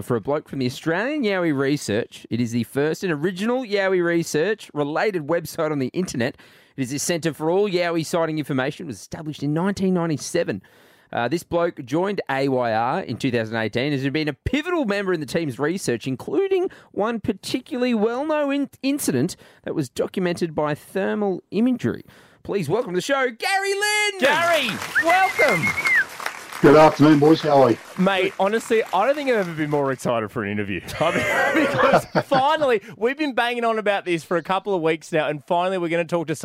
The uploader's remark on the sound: Live From The Sydney Harbour Bridge!